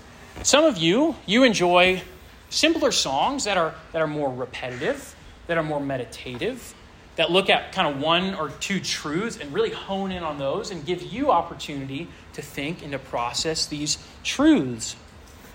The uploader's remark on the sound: This sermon was preached to a Junior + Senior high school audience